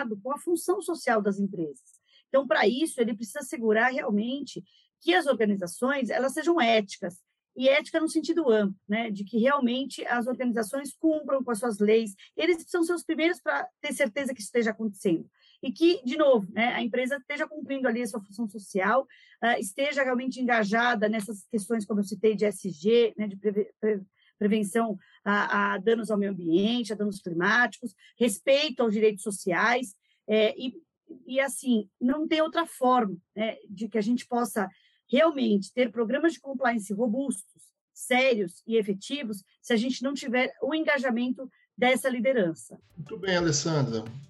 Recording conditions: video call